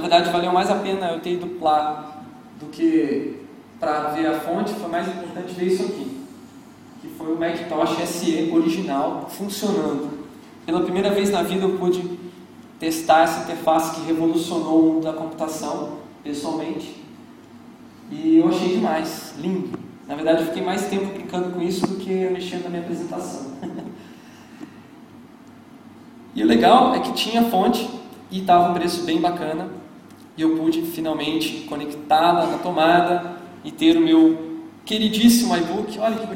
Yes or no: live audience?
yes